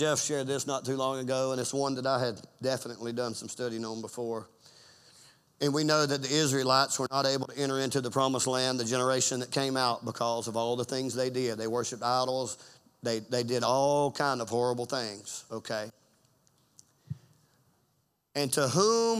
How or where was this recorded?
large echoing room